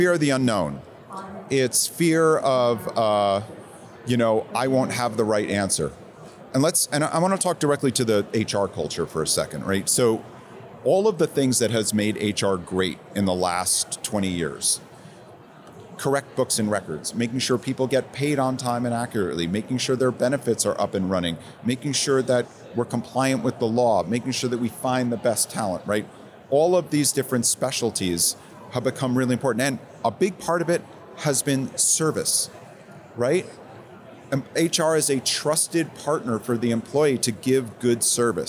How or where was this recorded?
busy venue